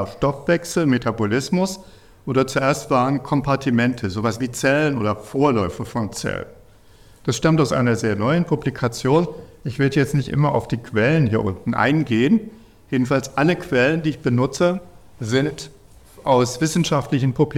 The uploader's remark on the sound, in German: Dieser Vortrag wurde bei der Langen Nacht der Wissenschaften in Halle gehalten.